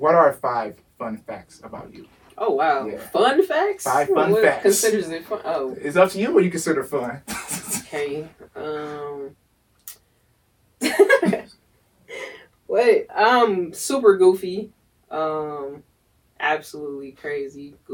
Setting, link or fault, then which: fault, poor sound quality